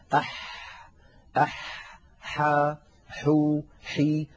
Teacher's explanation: حرف الحاء يا إخوة حرف عربي يخرج من وسط الحلق كما نعلم، والحاء فيها جريان للنفس وجريان للصوت